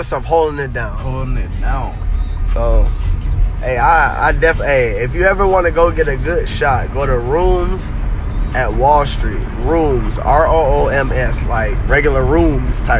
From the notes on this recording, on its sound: coming LIVE from the Humbly Mobile